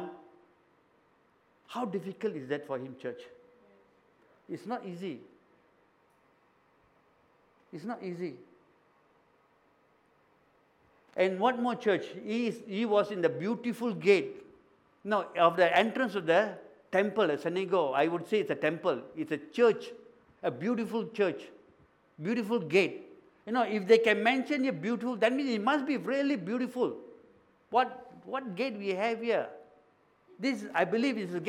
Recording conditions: large echoing room